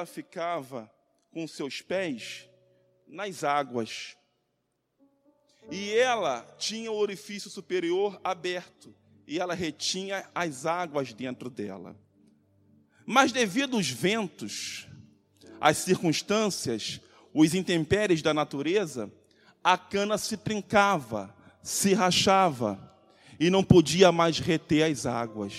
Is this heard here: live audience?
yes